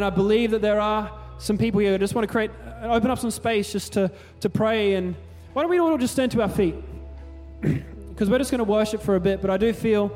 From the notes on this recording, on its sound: Recorded during our 5pm service on Sunday, the 7th of January 2024